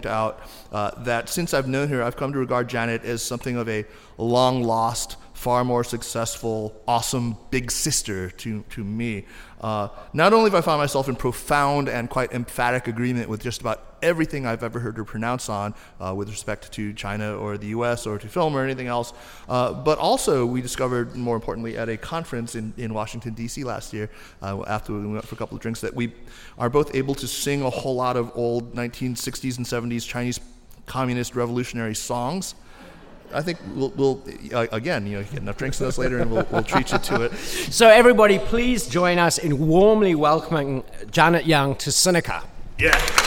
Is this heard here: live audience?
yes